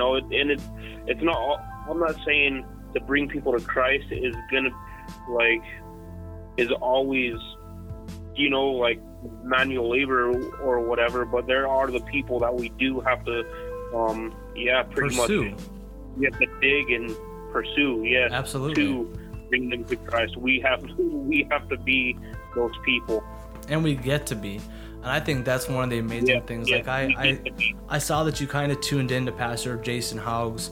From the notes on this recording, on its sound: Live from Dessert Hot Springs California. This is was an awesome phone interview.